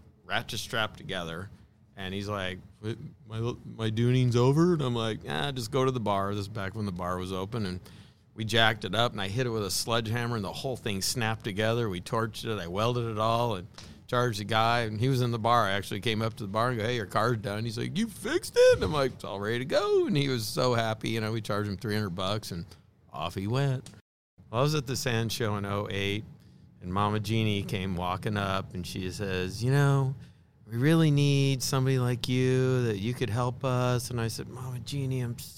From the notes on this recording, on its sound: It’s all live from Camp RZR. Welcome to Glamis.